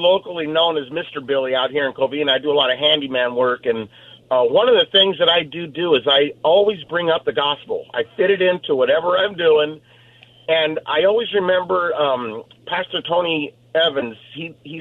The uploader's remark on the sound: We also continue Open Phone Friday taking calls on any topic.